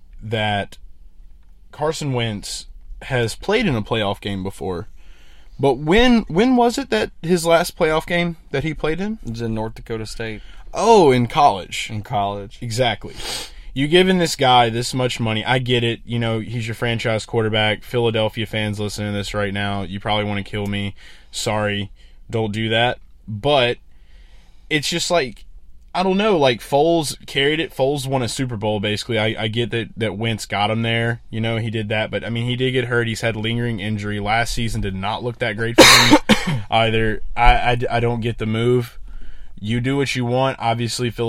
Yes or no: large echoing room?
no